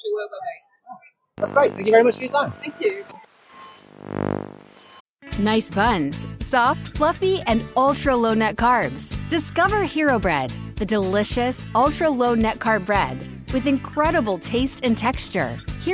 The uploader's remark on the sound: Sight Village 2023 Special. We recorded on a very busy show floor so apologies for the audio quality.